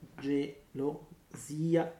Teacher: if you have a word like gelosia, then you have to stress the I. And if you have one note on these things, then you have to hold the one that's stressed longer than the other.